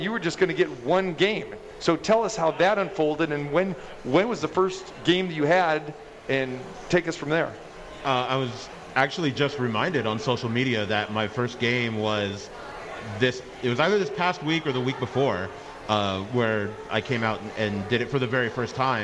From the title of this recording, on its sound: Live at The Cosmopolitan